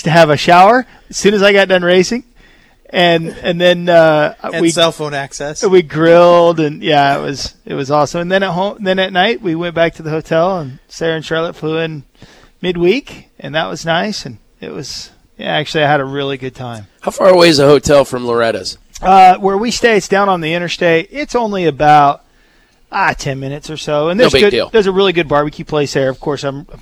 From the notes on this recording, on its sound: live from Pole Position Raceway in Grimes, Iowa